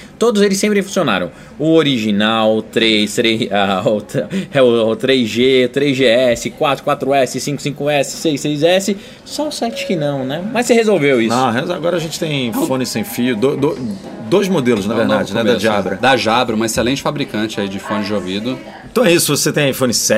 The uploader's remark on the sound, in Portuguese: Em um podcast especial gravado no aeroporto de Munique (Alemanha).